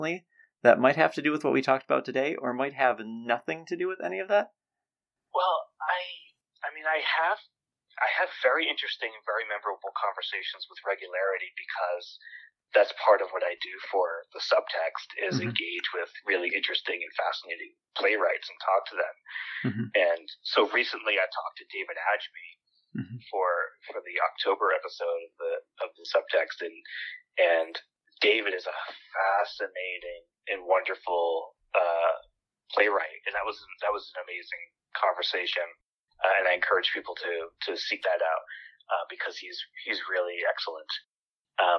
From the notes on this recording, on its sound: Over the phone.